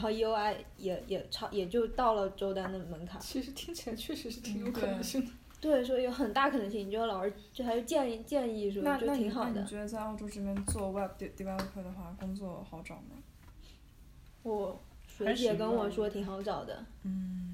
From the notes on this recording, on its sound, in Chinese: 这期是一边吃披萨一边录制的，所以偶尔会有杯子叮叮当当和嚼披萨的声音。